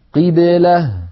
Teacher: القاف مكسورة لابد من خفض الفك عندها